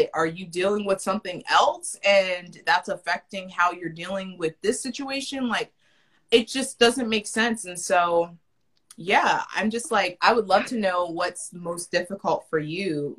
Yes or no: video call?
yes